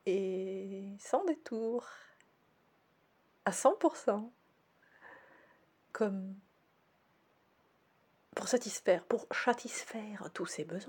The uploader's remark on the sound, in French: Ce podcast a été enregistré en Présence de Réglisse, l'auteure du ronron l'accompagnant.